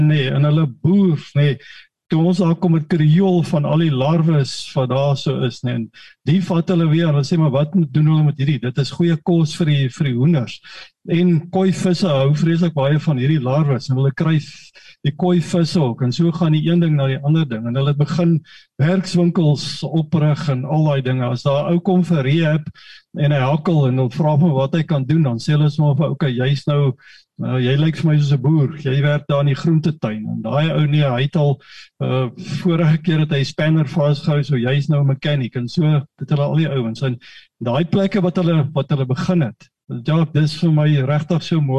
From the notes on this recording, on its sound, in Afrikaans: Manne van die Woord Zoom Byeenkoms 8 Maart 2022